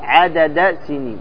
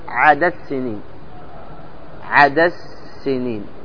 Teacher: يشدد السين ويضغم الدال في السين فيشدد السين · Shown in: second take · فينطق عدس، بدل عدد يقول عدس سنين.